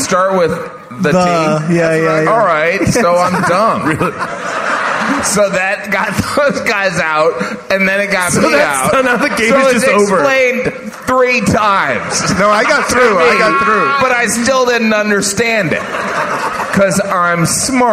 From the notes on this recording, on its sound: Recorded live at The Gramercy Theatre in New York, NY.